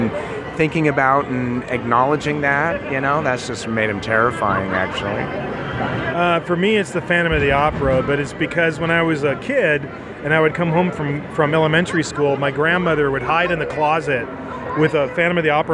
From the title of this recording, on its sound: Onsite at ScareLA™ 2018